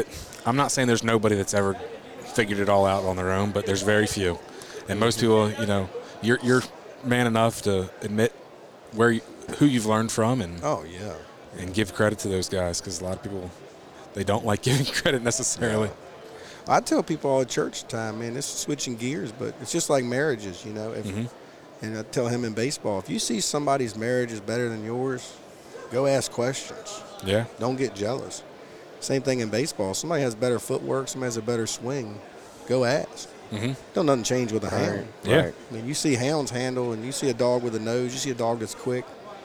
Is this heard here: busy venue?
yes